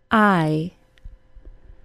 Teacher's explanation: The long I ends in a sound similar to a Y sound, I. The long I begins with the tip of the tongue in a neutral position in the mouth.